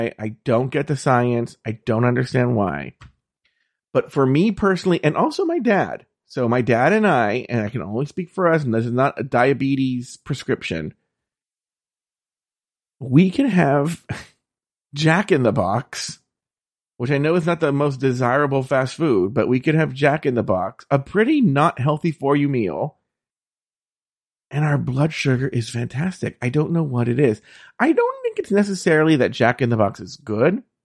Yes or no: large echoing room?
no